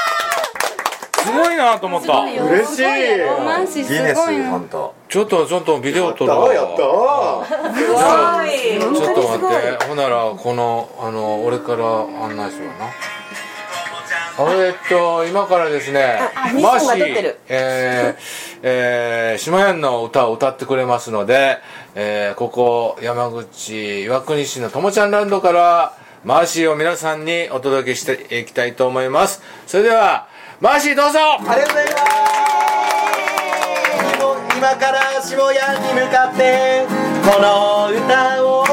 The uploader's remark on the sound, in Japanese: 弾き語りライブ